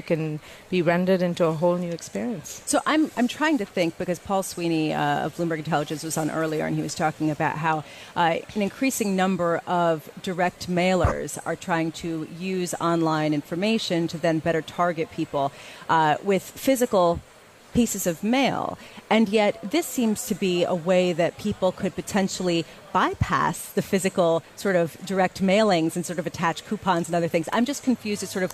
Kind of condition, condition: setting, busy venue